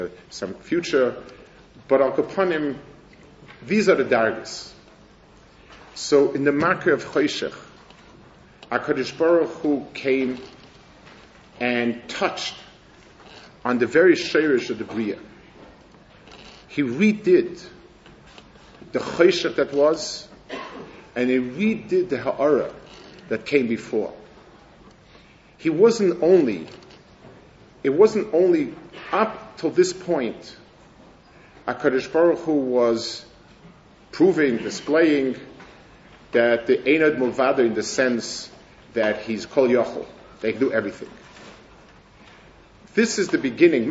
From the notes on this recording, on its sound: Delivered at the Mir Yerushalayim.